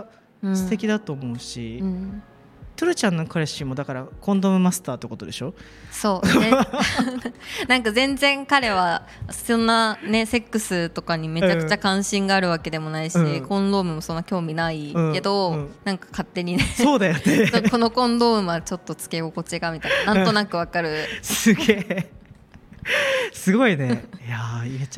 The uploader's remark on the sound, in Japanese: SELF LOVE FES での公開収録です。ラフォーレ原宿で行われる セルフラブをキーワードにしたイベント「SELF LOVE FES（セルフラブフェス）」 にセクシャルウェルネスブランドmahoroが出展しました。